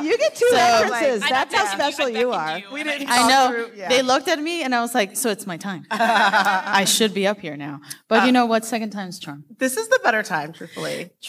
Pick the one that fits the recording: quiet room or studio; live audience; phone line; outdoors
live audience